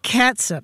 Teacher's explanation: it's more like S-U-P with that vowel is a schwa sound, right? Not a long ooh sound.